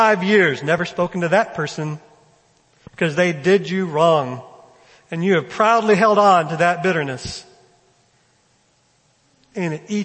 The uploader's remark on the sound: First Baptist Belton Sunday morning sermon.